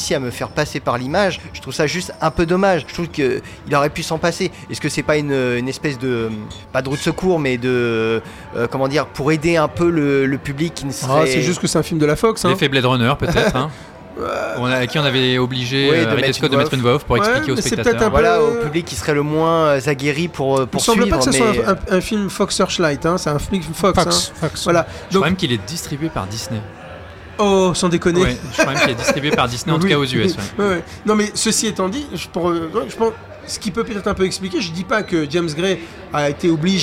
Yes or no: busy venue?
yes